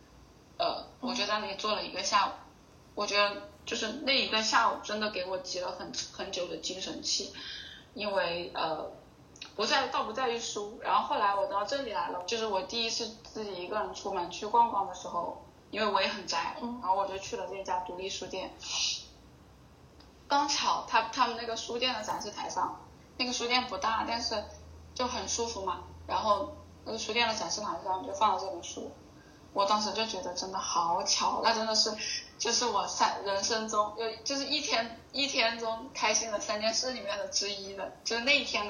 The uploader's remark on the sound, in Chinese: 关于节目目前收音不太好的原因。